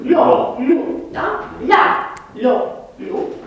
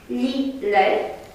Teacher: Asta este un L velar. Îi se mai spune și L pinguis. E un L gras.